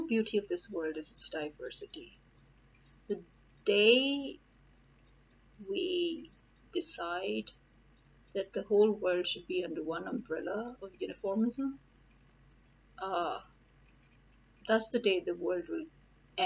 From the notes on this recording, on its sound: TOO HOT to put off the fan and too humid to keep the a/c on...thus the fan's background noise.